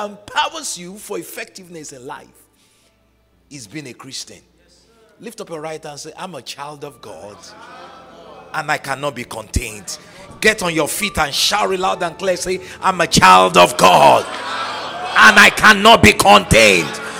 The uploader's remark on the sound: on Day 1 of the Evolve Conference at KingsWord Dallas